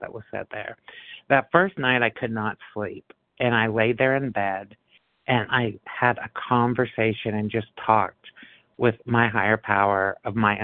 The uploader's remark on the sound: 100 Pounders Phone Meeting